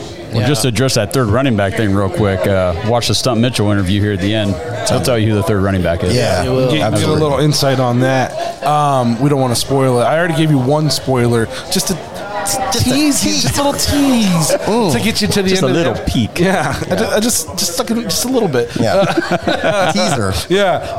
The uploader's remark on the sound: We record LIVE from Shenanigans Bar & Grill in Dover, Ohio with the Tuscarawas County Browns Backers.